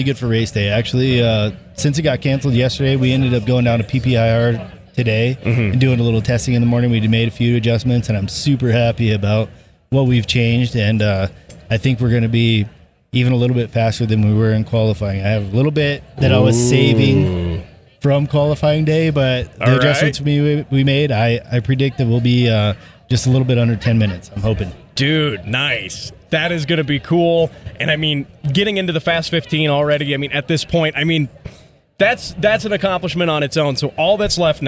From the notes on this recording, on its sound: Live at The Pikes Peak Hill Climb!